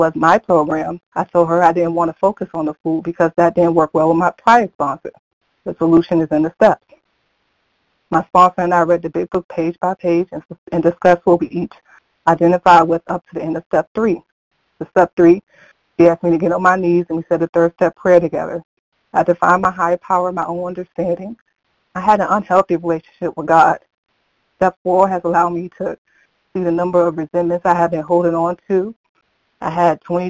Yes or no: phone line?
yes